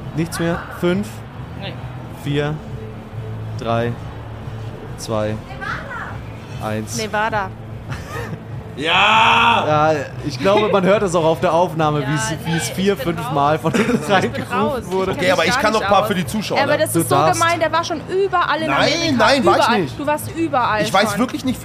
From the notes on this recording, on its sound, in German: Live vom Oktoberfest. 10 Hörer*innen waren exklusiv & live bei der Podcastaufnahme auf dem Oktoberfest dabei und sind Teil der Folge.